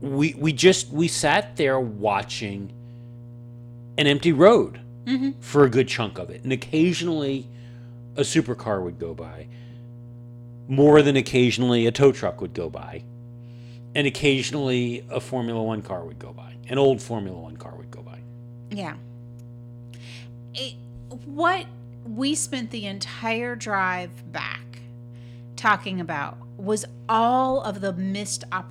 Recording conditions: hum or buzz